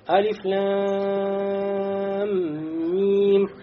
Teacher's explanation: Мим вошел в мим и произошел идгом. То есть идгом уль мутамасилейн.